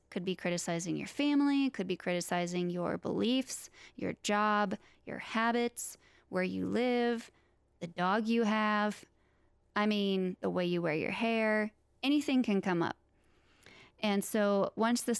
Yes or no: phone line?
no